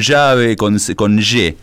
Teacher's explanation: it's got that sh sound for the Y and the double L